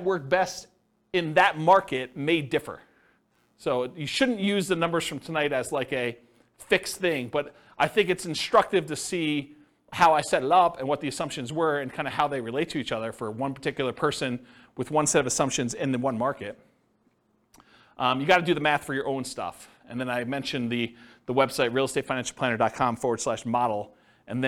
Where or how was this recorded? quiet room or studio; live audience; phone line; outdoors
live audience